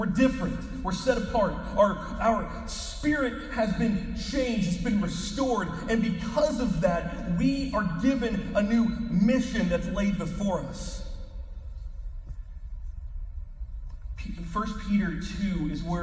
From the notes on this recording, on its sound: We apologize for the poor quality of the audio. We had an issue with our recording this week.